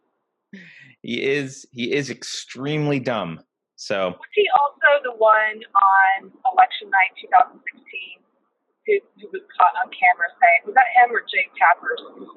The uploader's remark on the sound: Sorry for the horrible audio. Call in from the car.